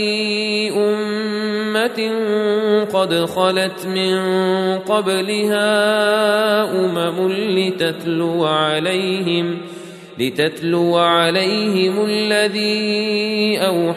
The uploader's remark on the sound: Recorded at Green Lane Masjid, Birmingham, UK.